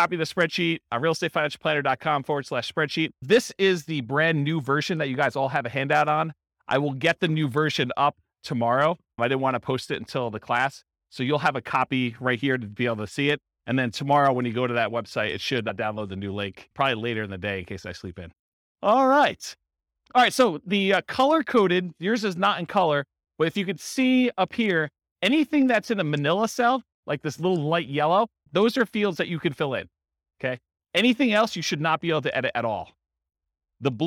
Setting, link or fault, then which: setting, live audience